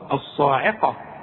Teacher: والقاف مفخمة مدام مفتوحة